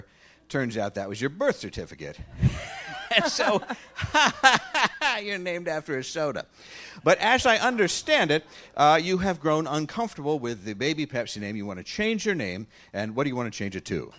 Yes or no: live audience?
yes